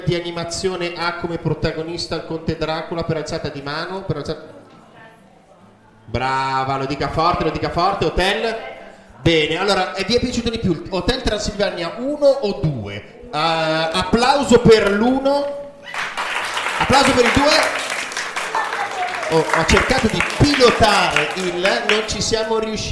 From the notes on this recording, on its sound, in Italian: Scuola Donini di San Lazzaro (BO) - LIVE COL PUBBLICO.